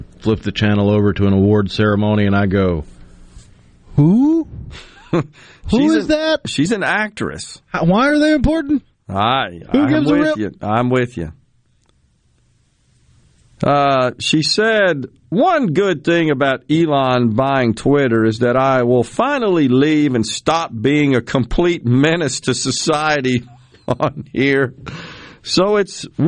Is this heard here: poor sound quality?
no